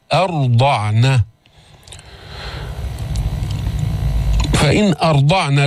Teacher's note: بعدين ما تفخم الهمزة في أرضعنا · Term: فخم الراء